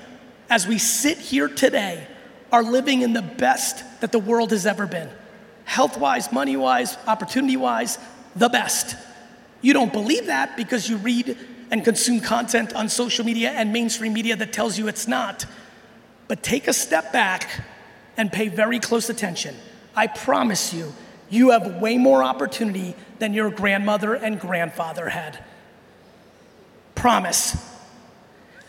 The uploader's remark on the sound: I'm sharing a keynote I gave recently in Brazil